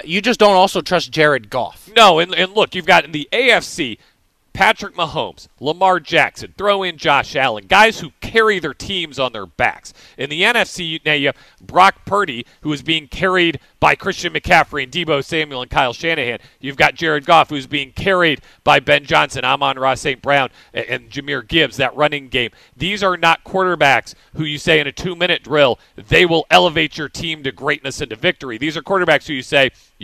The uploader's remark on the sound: Live from River City Roll as they compete in the River City Roll Bowling Bowl.